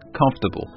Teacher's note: You can skip the sound after the F and just go straight into the tubble sound.